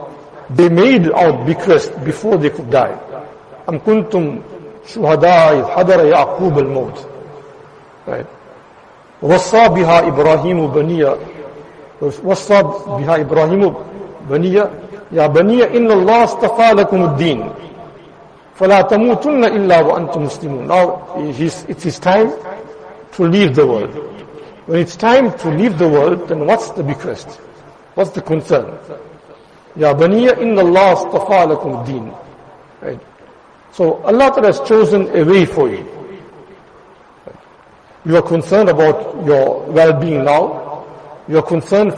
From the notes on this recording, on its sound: Jumuah lecture at Madressah Taleemuddeen